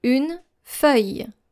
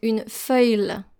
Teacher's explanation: So it should be like I, Y and E. So forget about the L sound and pronounce it Y. · Shown in: first take